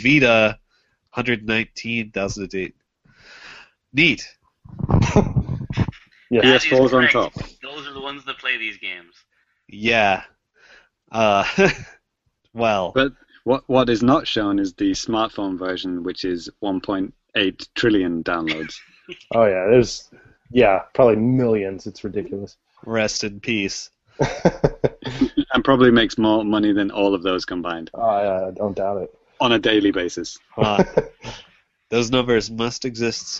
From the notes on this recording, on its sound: Recorded LIVE via Google Hang Outs on Air.